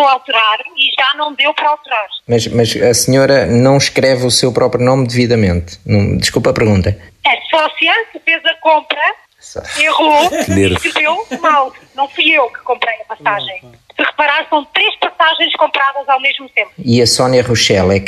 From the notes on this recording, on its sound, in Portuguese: RFM - Telefonema.